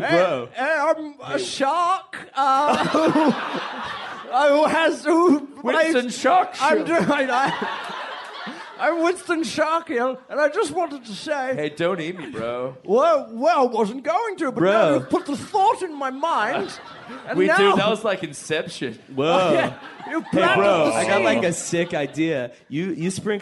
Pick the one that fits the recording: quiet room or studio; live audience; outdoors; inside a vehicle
live audience